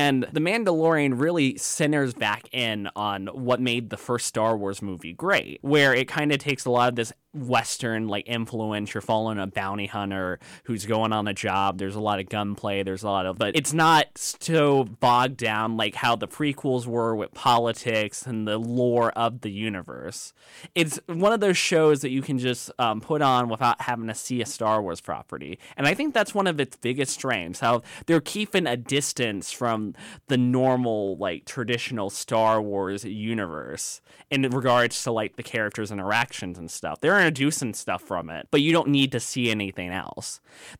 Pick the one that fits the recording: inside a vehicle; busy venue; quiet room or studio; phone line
quiet room or studio